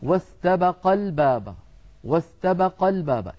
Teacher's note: لما نصل ألف استبقا تسقط للتخلص من التقاء الساكنين فيصير النطق واستبق الباب واستبق الباب إن لم نضغط قد يظن